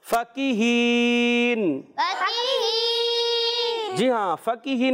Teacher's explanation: فا پر زبر، کاف کو باریک رکھنا ہے، پھر ہا کے نیچے زیر اور یا مدہ بن جائے گا، اور فا اور کاف کو کھینچنا ہی، بعض بچے فقیہین